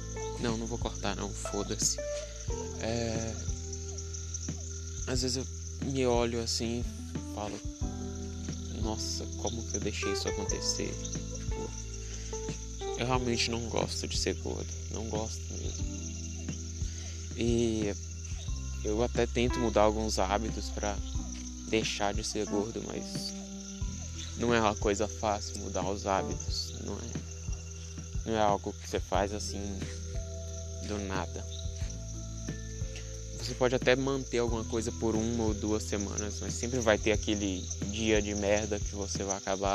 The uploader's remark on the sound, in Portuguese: In roça. Muito barulho, desculpa.